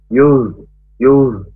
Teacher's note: Nah, ini ketika kita membaca huruf do, kita sukun, itu harus berhati-hati, jangan sampai nempel. Yuz, yuz, tetap tafkhim ya, atau tebal, tapi tidak boleh nandal